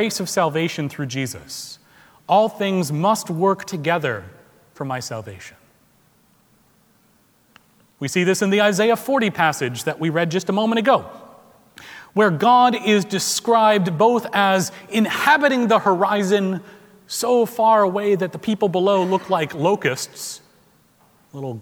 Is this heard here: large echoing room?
yes